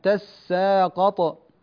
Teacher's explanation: قرأ ورش بتشديد السين وفتح التاء قبلها تساقط، وتساقط الأصل تتساقط فأدغمت التاء في السين فصارت تساقط.